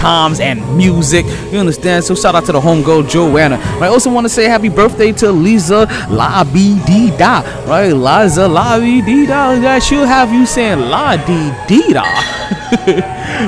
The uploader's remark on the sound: Live From The New Improved Sharkey's